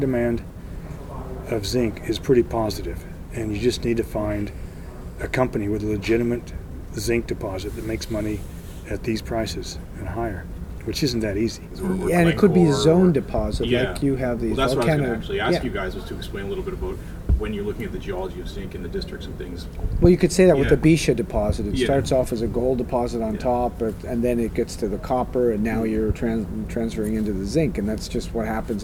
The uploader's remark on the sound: at AME BC's Roundup 2017 conference